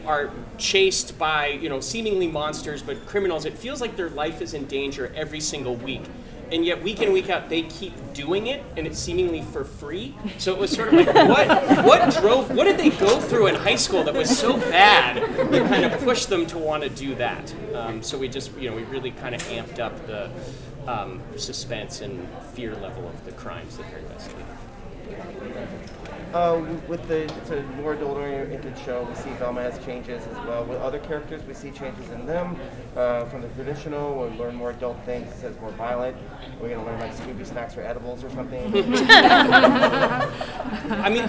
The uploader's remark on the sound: Velma Press Conference NYCC 2022. Cast and creative audio for Velama from NYCC.